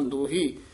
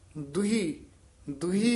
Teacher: ਇਸੇ ਤਰ੍ਹਾਂ ਸ਼ੁੱਧ ਉਚਾਰਨ ਕਰਨਾ, ਇਸ ਨੂੰ ਦੋਹੀ ਨੀ ਕਹਿ ਦੇਣਾ, ਦੱਦੇ ਹੋੜਾ ਲਾ ਕੇ ਹਾਹੇ ਬਿਹਾਰੀ ਲਾ ਕੇ ਉਚਾਰਨ ਕਰਨਾ ਦੋਹੀ, ਦੱਦੇ ਔਂਕੜ ਹੈ, ਛੇਤੀ ਉਚਾਰਨ ਕਰਨਾ · Shown in: second take